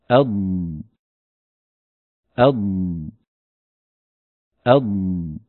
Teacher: استمرار الصوت وعدم انقطاعه هذا مو استطالة، هذا رخاوة